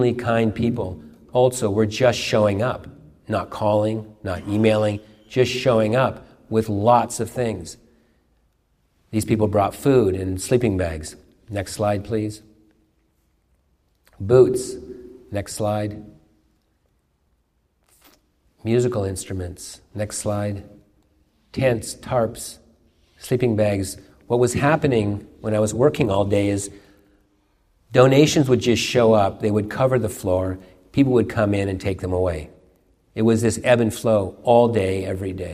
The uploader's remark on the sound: A sermon during morning worship at the University Unitarian Church in Seattle.